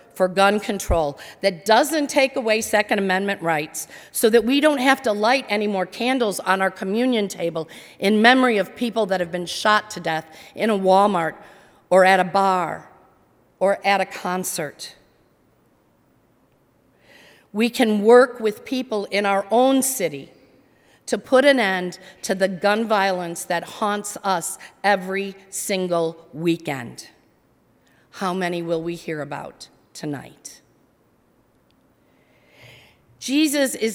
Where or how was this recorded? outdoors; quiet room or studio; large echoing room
large echoing room